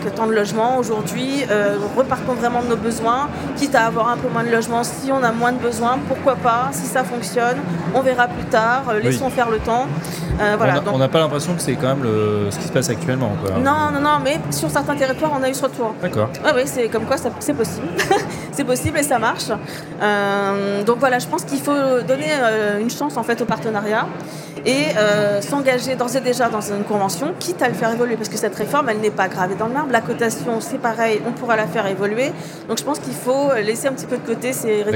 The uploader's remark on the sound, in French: en direct du 83e congrès USH à Nantes